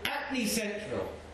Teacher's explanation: In the same way you leave out an H, I'm not talking about if you come from the part of London that doesn't believe the H exists at all